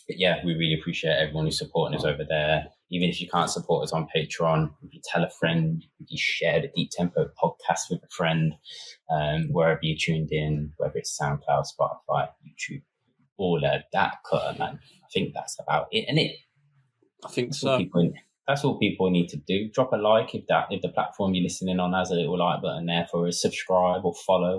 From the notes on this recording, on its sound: Apologies for the Audio issues on this Episode.